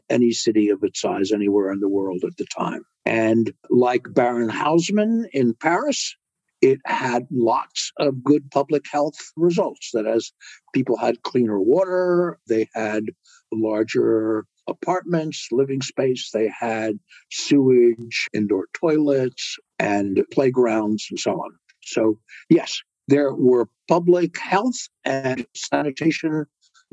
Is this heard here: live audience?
no